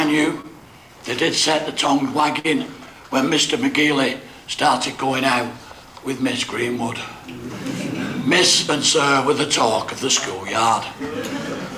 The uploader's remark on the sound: Live coverage of the funeral service. From the Chapel in Oldham Crematorium at Hollinwood Cemetery, Oldham.